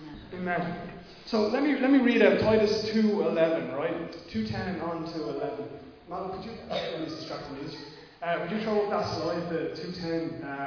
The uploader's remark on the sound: Recorded live at Liberty Church on 12th July 2020.